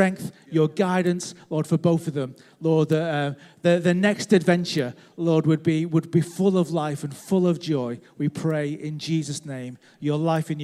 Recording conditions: large echoing room